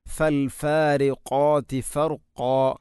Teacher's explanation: ഫൽഫാരിഖാതി ഫർഖാ, ഫൽഫാരിഖാതി ഫർഖാ, ഫർഖാ, ഖാഫിന് പകരം കാഫാകുന്നത് ഫർഖാ, ഇങ്ങനെ ഫർഖാ, ഇത് ശ്രദ്ധിക്കേണ്ടതാണ്. അപ്പോൾ ഖാഫ് ഉച്ചരിക്കുമ്പോൾ തൊണ്ടയുടെ ഏറ്റവും മുകൾ ഭാഗം കഴിഞ്ഞ് ചെറുനാക്കിൻ്റെ അടുത്താണ്, അതിൻ്റെ മഖ്റജ്